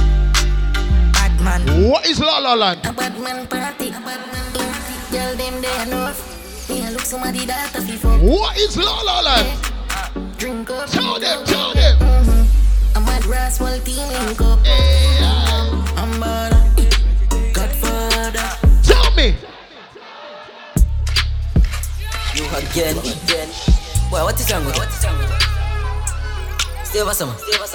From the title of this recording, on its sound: Live Audio: Twice As Nice The Day Party